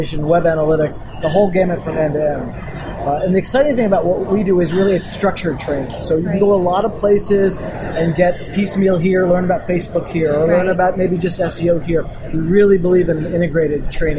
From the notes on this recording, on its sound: on location from SES San Francisco 2013